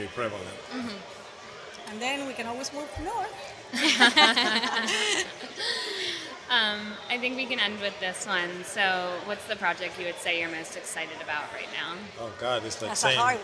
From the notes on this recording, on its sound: Deconstruct Live at The Real Deal's Miami Forum. In early November, the Deconstruct team flew to Miami for The Real Deal's annual showcase and forum. We're bringing you two interviews we recorded on site at the event.